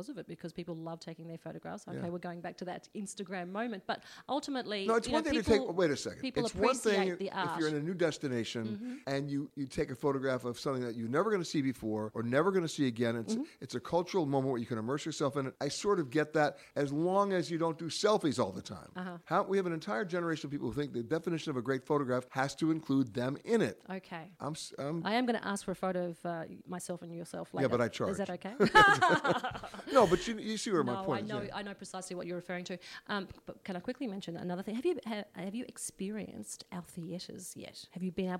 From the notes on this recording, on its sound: Virtuoso Symposium in Melbourne, Australia. Comes from the Virtuoso Conference in Melbourne, Australia.